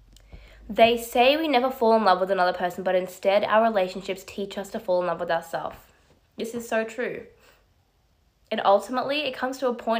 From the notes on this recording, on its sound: This audio is from my live on Instagram